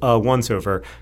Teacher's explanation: I am admittedly not a linguist, but I do think I know the answer to this question, which is that once, while it begins with an O in the alphabet, actually begins with the sound wa, which is a consonant sound